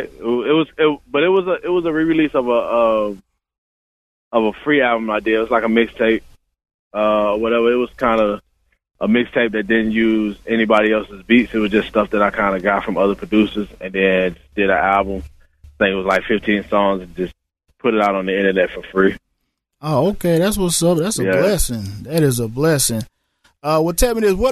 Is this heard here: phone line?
yes